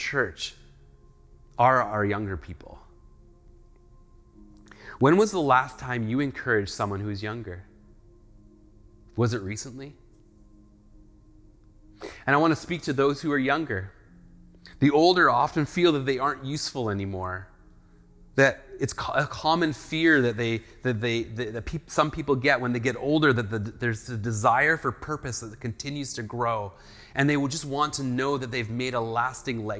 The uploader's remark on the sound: speaks at SouthRidge Fellowship, a Langley church.